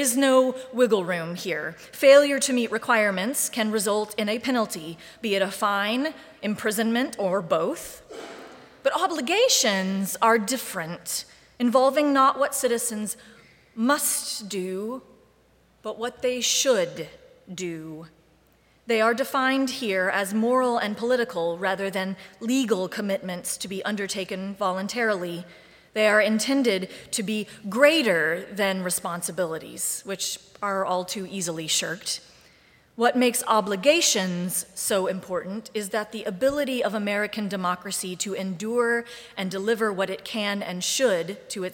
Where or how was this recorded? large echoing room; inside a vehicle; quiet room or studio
large echoing room